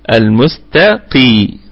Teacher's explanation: والميم في حالة الوقف تكون في الدرجة الرابعة من درجات الغنة، وصلا تكون في الدرجة الخامسة في أقل درجات الغنة. · القاف هنعطيها صفة التفخيم لكن هي في أقل درجة، عشان كمان ما حدش يقولها كاف المستقيم، لا هذا خطأ، هذا خطأ.